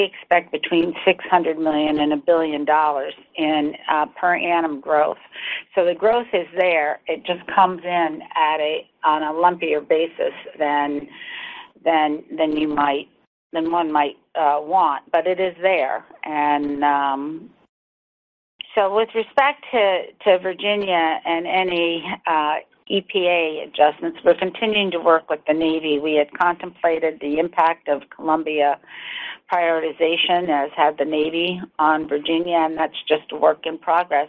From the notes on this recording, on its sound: General Dynamics's Q4 2023 earnings call, unedited